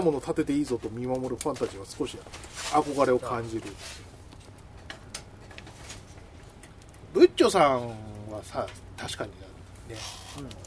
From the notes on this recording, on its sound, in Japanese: 久々のたき火収録です！火を囲んで。芋が焼けるまで収録しました。